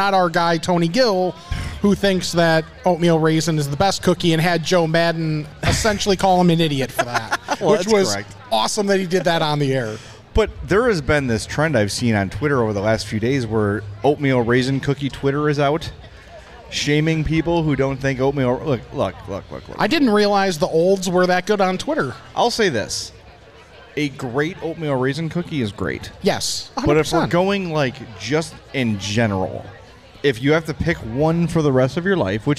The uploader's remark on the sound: Homewood Fall Fest (Recorded Live). It's our first ever live recording.